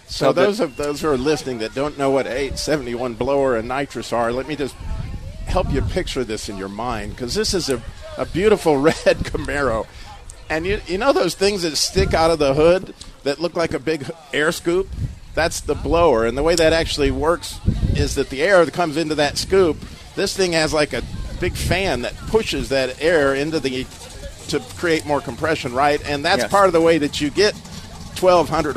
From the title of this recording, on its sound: Live From The Sweetwater Car Show In Atlanta Ga.